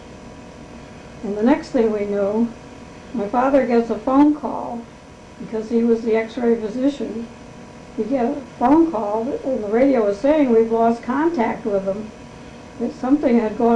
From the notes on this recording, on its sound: The recording is hard to hear